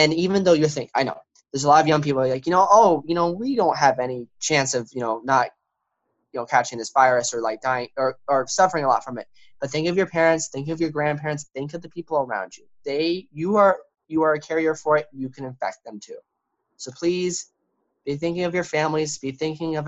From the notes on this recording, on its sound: This is the first time we recorded a show via Zoom and we apologize for any quality issues with the audio, we are working them out.